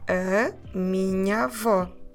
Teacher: those two A's together, we don't want to say minha avó. That doesn't flow well. So what we do is those two sounds, we put them into an open A.